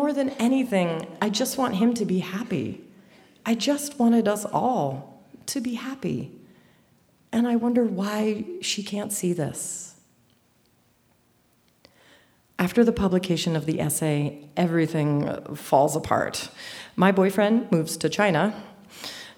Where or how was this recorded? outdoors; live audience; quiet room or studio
live audience